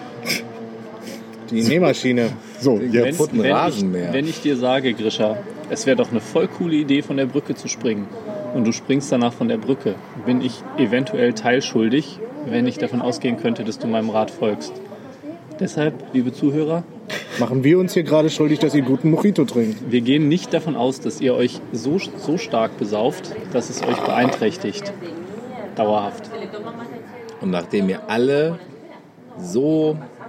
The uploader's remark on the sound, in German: In der Folgenden Sendung könnten diverse nervende Hintergrundgeräusche, schlecht zu verstehende Dialoge und sinnlose Gespräche dokumentiert worden sein.